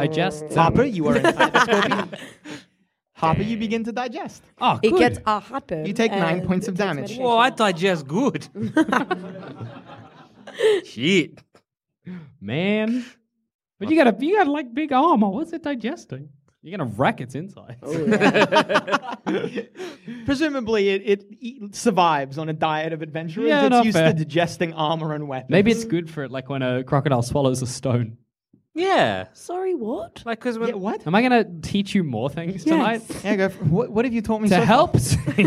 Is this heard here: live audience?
yes